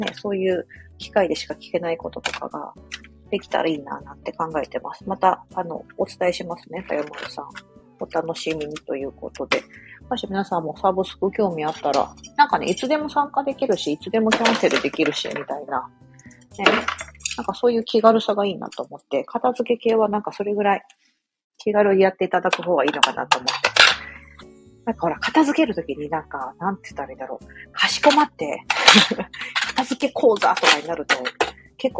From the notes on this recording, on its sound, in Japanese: LIVE 夜のキッチンリセットしながら。